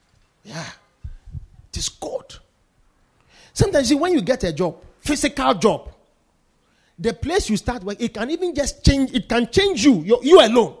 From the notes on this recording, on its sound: Preached at the Poimen Church-HQ on the 21st of January 2024.